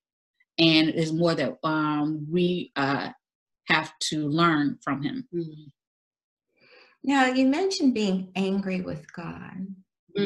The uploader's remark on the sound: We conducted our interview via ZOOM.